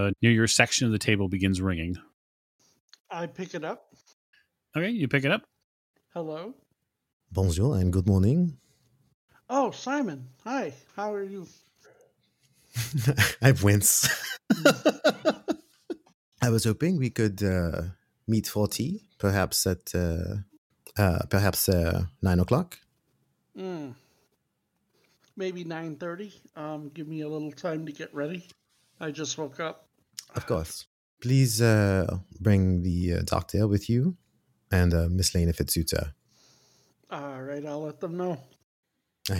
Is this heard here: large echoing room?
no